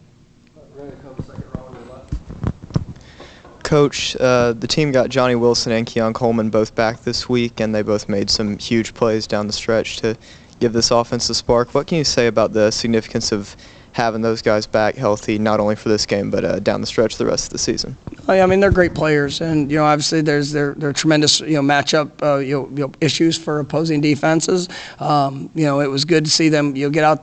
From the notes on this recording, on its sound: Postgame press conference after win over Miami.